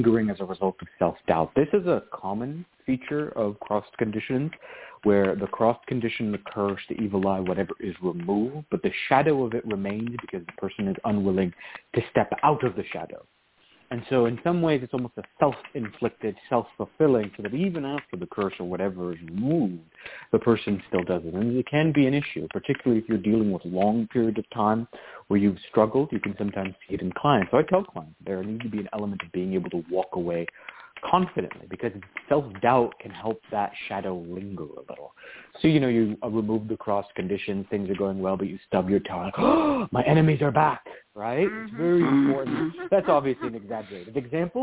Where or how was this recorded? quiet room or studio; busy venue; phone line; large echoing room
phone line